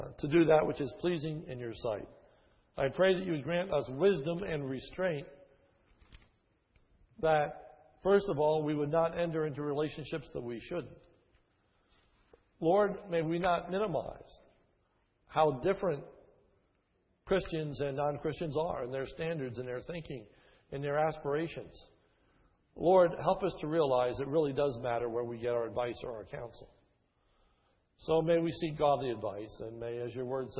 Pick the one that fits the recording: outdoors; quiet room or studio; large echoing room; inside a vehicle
large echoing room